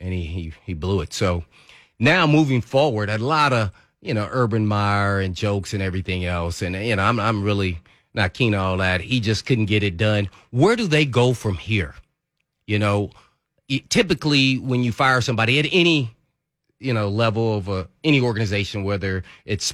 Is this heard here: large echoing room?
no